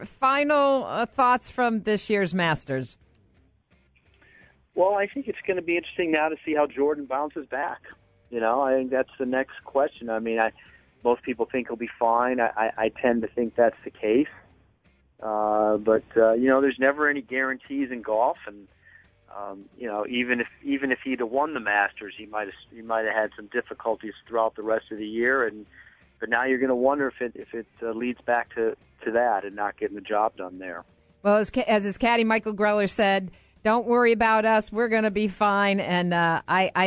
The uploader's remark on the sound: on the phone for the second segment of the show